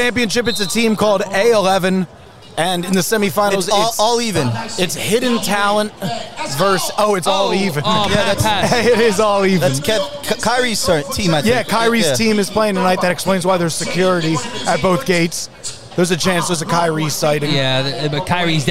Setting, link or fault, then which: setting, busy venue